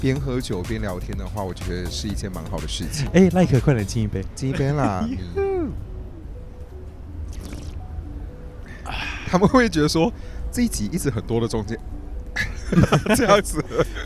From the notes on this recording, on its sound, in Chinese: 實際上我們是坐在露天酒吧區錄音